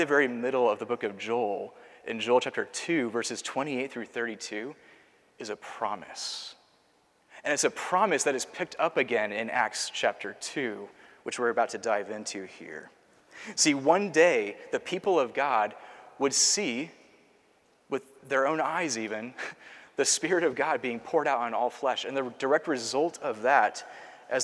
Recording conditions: large echoing room